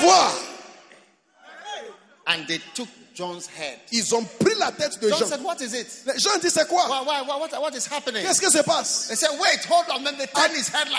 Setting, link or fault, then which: setting, live audience